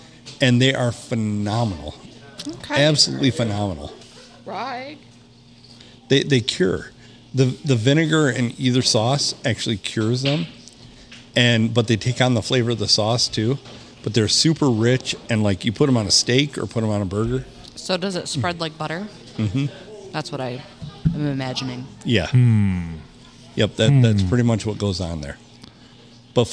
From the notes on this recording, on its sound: Recorded at the round table at the locally famous Blue Water Sports Bar in the 4-69.